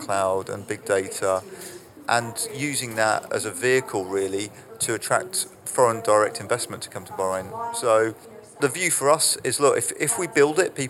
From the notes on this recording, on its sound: This episode was recorded at this year's GESF.